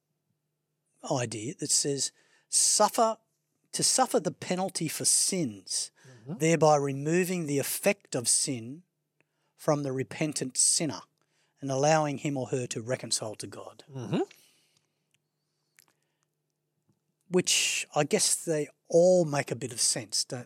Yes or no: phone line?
no